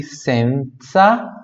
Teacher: Esse Z tem som de TS, igual pizza, sim, ó. Mangiare senza, tá vendo?